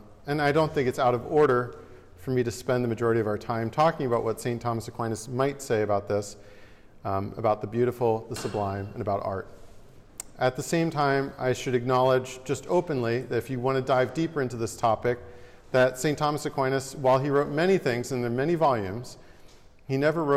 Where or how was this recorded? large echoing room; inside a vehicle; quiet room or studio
large echoing room